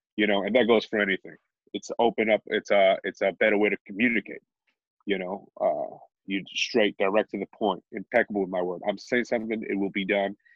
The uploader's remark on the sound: Quarantine zoom call